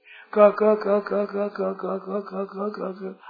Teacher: 25 अक्षरों में पहला अक्षर है, तीजा अक्षर है, पांचवा अक्षर है, अल्प प्राण है, अल्प प्राण इनमें प्राण थोड़े खर्च होते हैं